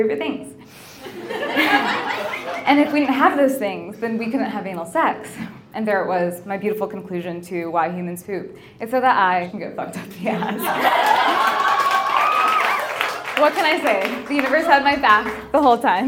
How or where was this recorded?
live audience